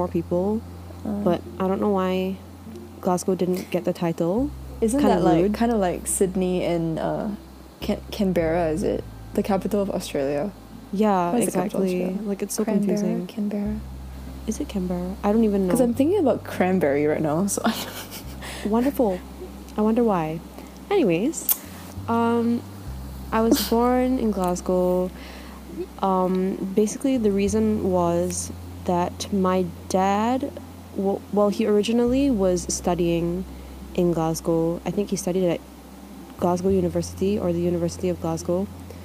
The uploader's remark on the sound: Both our laptops kept making loud fan noises.